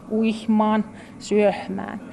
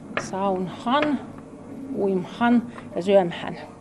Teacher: niin mie sanon H ennen konsonanttia · Shown in: first take · sauhnaan ja vähän pitkät vokaalikki uihmaan, syöhmään.